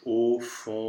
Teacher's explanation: So you have to have a clear difference between your closed and open vowels. That means that your O-nasal has to be very closed.